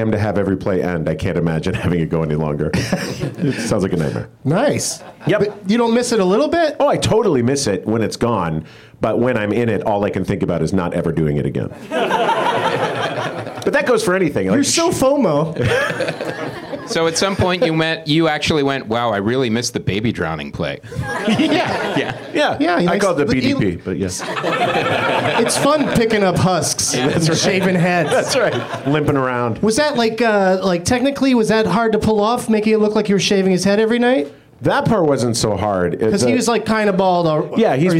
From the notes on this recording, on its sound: Live from the UCB Franklin